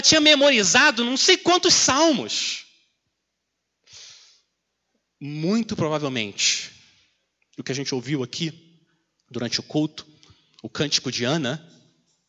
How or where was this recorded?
large echoing room